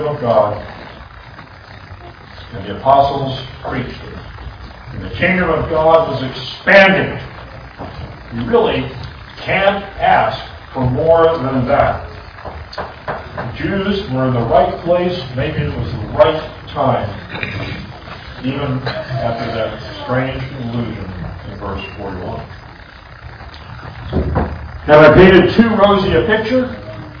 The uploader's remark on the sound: This audio recording is noisy.